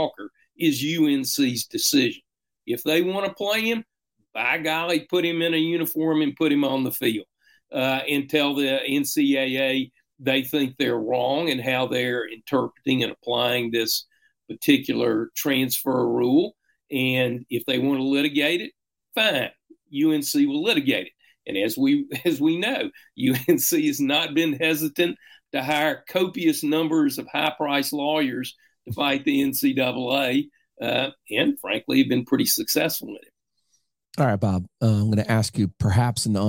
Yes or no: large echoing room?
no